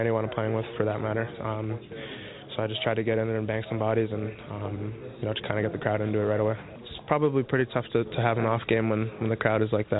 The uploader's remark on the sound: we take your phone calls